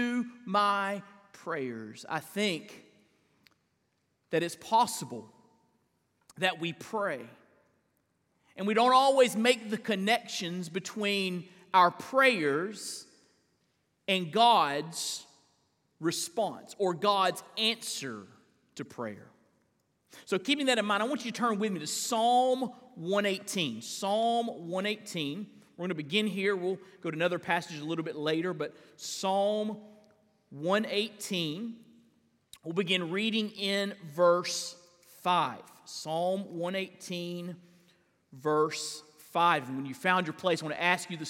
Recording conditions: large echoing room